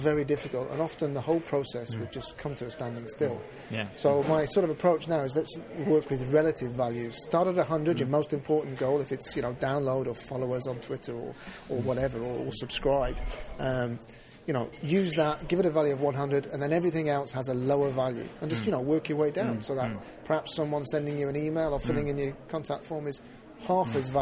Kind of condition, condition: setting, busy venue